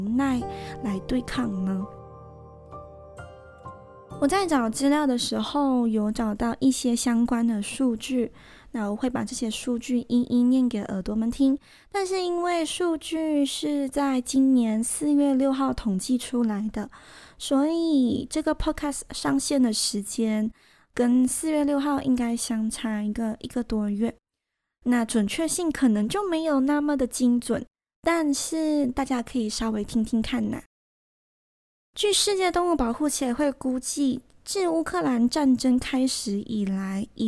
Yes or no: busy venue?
no